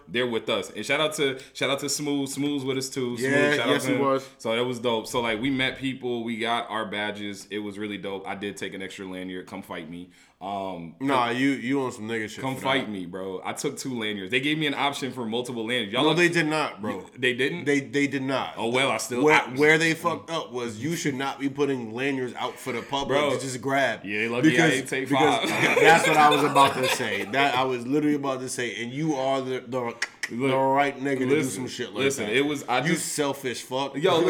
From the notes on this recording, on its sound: Couch Stealers Live from DreamCon 2023. We are in Austin at DreamCon!